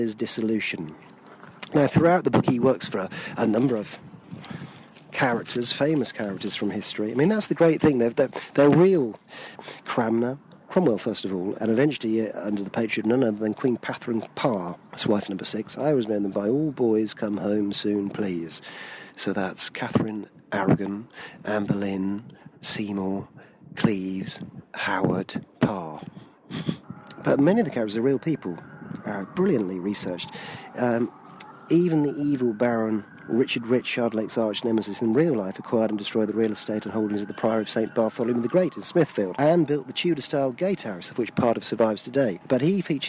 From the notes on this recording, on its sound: This podcast was recorded on location in London.